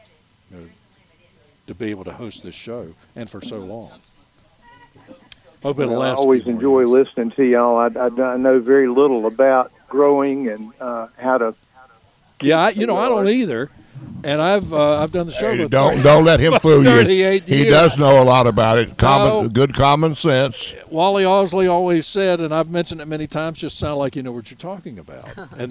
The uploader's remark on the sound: broadcasting live from Campbell Road Nursery